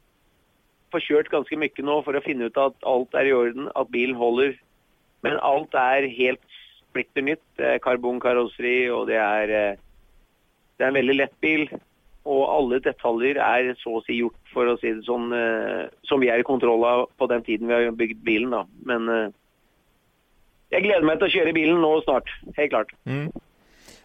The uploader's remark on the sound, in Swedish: Vi når per telefon i Frankrike.